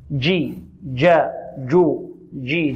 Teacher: ونبهنا قلنا الجيم هذه لا نعطيها رائحة الدال أو نجنبها رائحة الدال أو حرف الدال، يجي، إذن هي الجيم تخرج من ماذا؟ من وسط اللسان، وفيها صفة شدة وانحباس الصوت